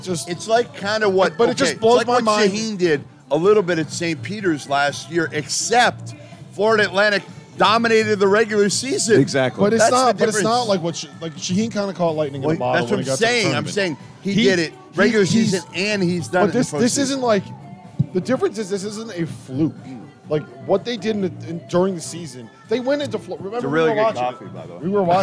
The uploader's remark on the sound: live from Stadium Swim in Las Vegas